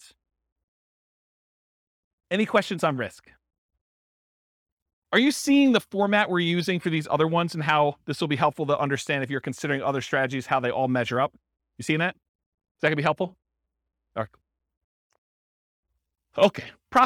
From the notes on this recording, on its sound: This was a live class recorded